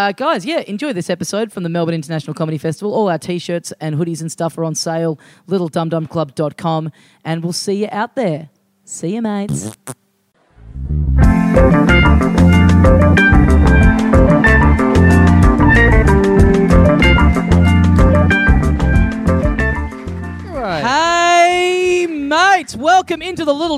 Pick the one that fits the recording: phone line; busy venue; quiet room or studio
busy venue